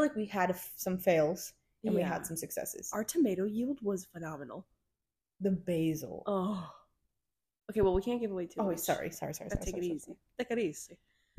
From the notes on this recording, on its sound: Our audio quality might be a bit wonky here as we were just starting out.